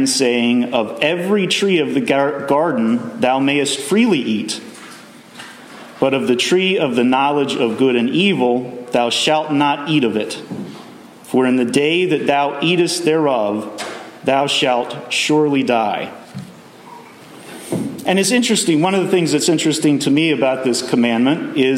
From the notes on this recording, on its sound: Messages delivered Sunday, September 24, 2023 at Mt Carmel Primitive Baptist Church. At Mt Carmel Primitive Baptist Church, Bel Air.